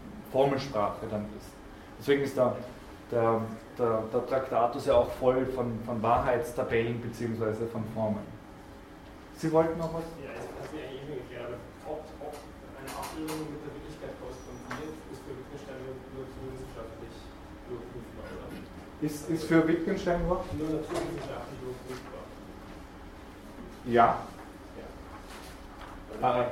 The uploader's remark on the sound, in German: Diese Vorlesung wurde von Studierenden aufgenommen